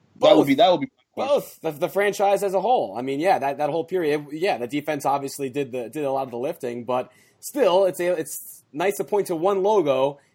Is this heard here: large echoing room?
no